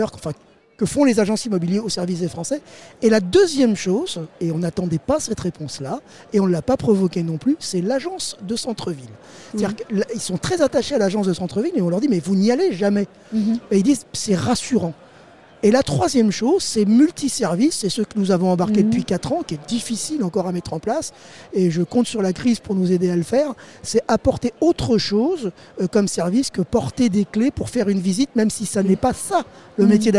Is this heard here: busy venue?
yes